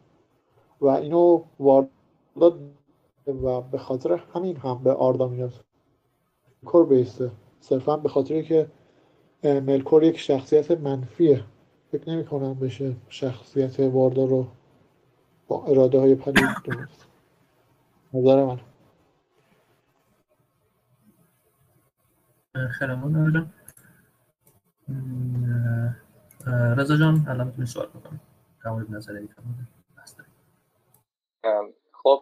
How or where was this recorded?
video call